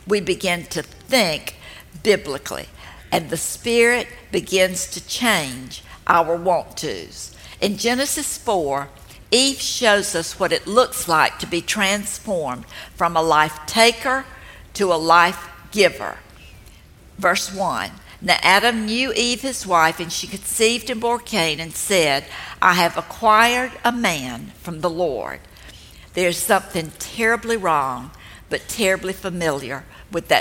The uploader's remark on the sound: This talk was recorded live at the Grove in Atlanta, GA.